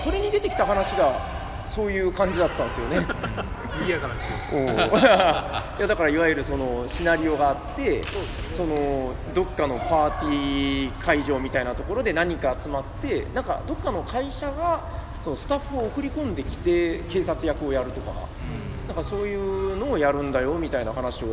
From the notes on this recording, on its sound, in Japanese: ゲムマ２０１９秋。ゲムマ会場で収録しました。